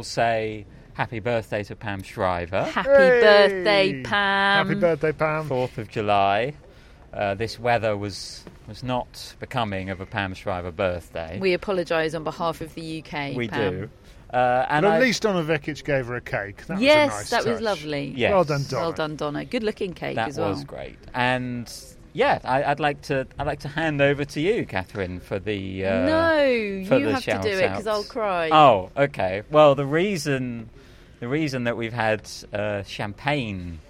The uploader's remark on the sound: Live from Wimbledon Day 2. Rain return.